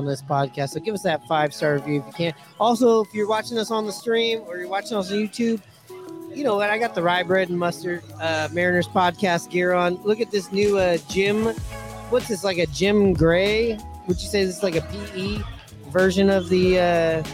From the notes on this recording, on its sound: Live from Pioneer Tacos & Tequila!